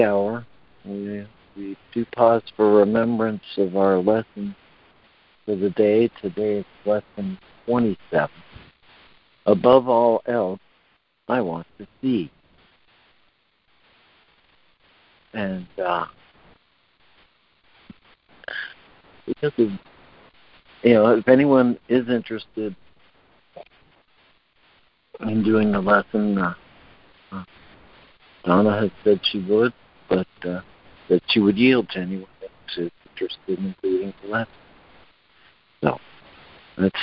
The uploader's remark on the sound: ACIM Daily Conference Call.